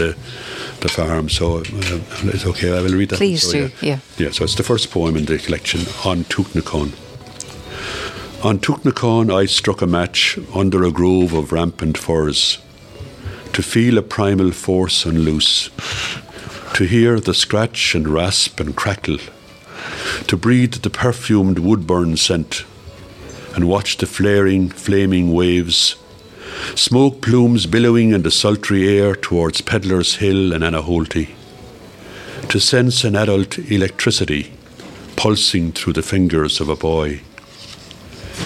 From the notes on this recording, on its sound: live from Nualas in Tuamgraney